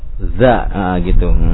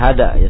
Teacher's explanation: za itu kan makhraj hurufnya asalnya dari ujung lidah bertemu dengan ujung gigi seri ya · Shown in: first take